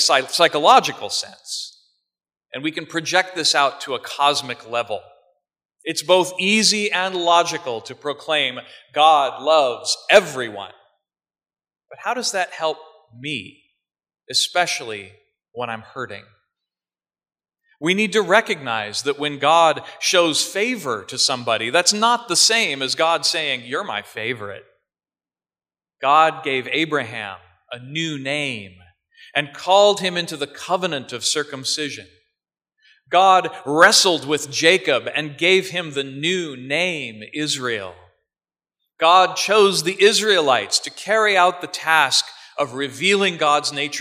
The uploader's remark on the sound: sermon preached at Church of the Good Shepherd, Federal Way, WA